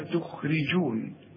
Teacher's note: عندي الخاء مفخمة، لكن في ثالث درجة من درجات التفخيم